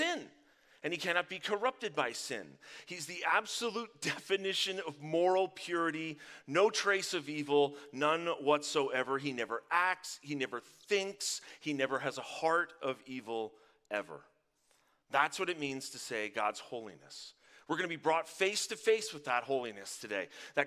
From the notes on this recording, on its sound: Live from our Dripping Springs Campus!